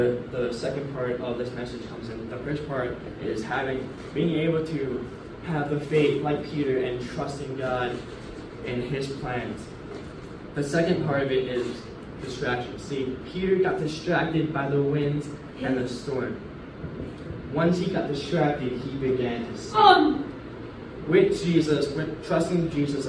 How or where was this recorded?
live audience